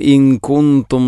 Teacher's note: ഇൻ കുന്തും രണ്ട് ഇഖ്ഫാം ബിഗുന്നയാണത്, നൂനിനെ അവ്യക്തമാക്കി മണിക്കണം.